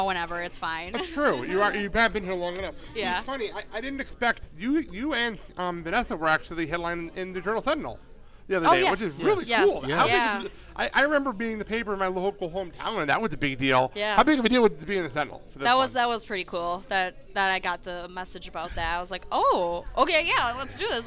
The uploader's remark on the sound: Did a show live in the bar area of the Elks Lodge 400 before Brew City Wrestling Rise to Honor XV.